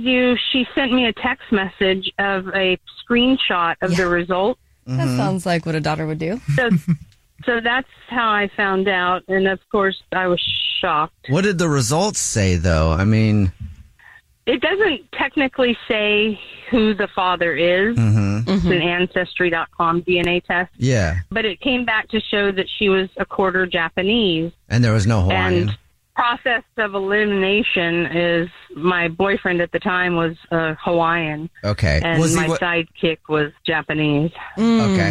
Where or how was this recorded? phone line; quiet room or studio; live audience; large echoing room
phone line